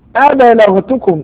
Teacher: انتبه إلى قلقلة الباء